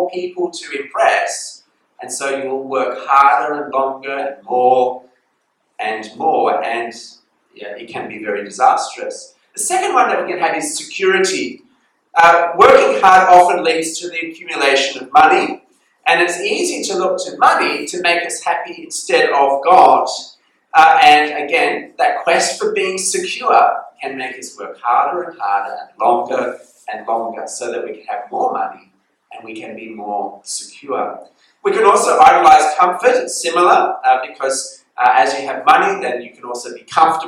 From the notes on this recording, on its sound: This sermon was preached at Bedong Chinese Methodist Chapel on 11th November 2022.